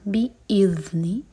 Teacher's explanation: بی کے بعد حمزہ پر cut off sound بی اذنی. ذال سیکنڈ پر تھوڑا سا ٹائم دیتے ہیں اس کو کہتے ہیں رخاوا.